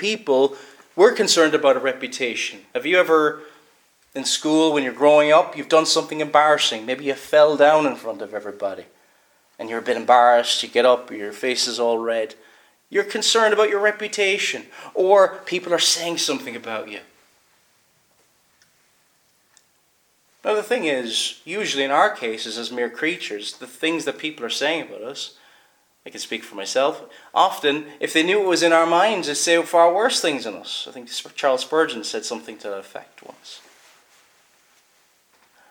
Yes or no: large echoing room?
yes